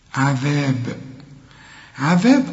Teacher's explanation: عذاب قلقل الباء عند الوقف، وده مش وقف برضه، لكن احنا بنقف وبنسكن اي حرف بنقف عليه.